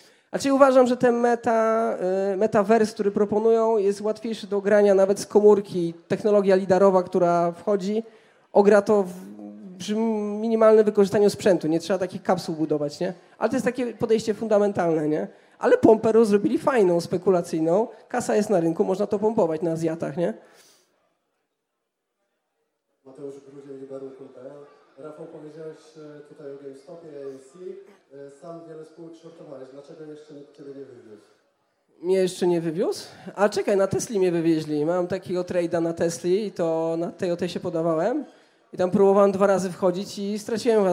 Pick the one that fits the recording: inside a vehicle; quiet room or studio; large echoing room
large echoing room